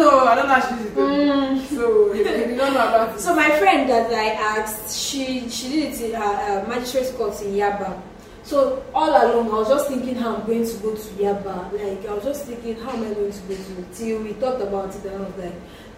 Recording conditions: background noise